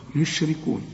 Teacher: طلع لي الراء مكسورة ومرققة